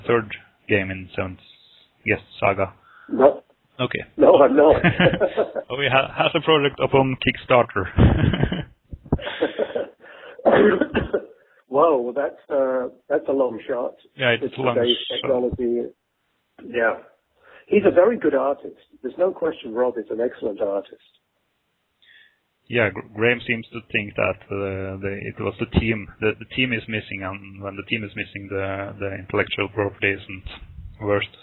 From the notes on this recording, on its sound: The interview was conducted over the phone